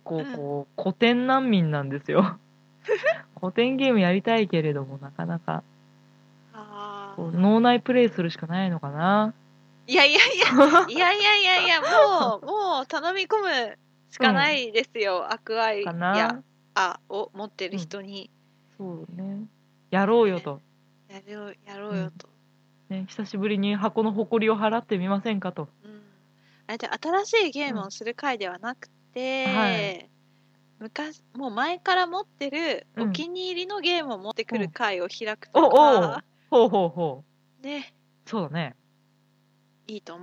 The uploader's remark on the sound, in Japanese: 今回からノイズ対策として2人ともマイク等の録音環境を変更しています。その為か、ヒスノイズ。